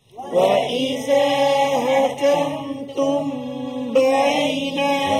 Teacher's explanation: Kemudian, تُمْ. Mim mati bertemu dengan ba. إِخْفَأْ شَفَوِي. Dengung, dua harakat jaga.